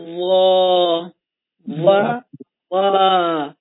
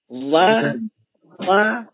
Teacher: این حالت فتحه باید یه طوری ادا بشه که اگه بکشیش دو ضربیش بکنی تبدیل به آ بشه، نه تبدیل به ا · Shown in: first take · و و این خوب نیست، استعلا نداره.